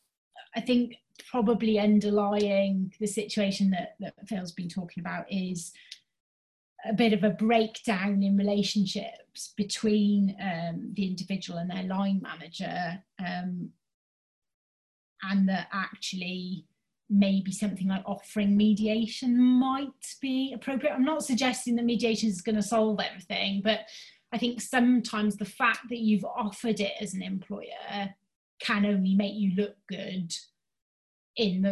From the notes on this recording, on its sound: HR Insights came back in September 2020, this time as a virtual event.